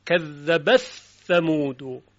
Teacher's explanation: اما در قرائت ابی عمر ادغام می شود